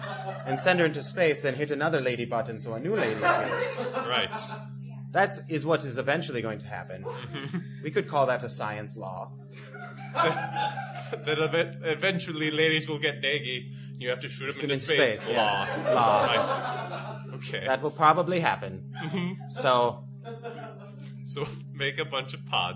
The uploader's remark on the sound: performed live for the riveted crowd at this year’s CONvergence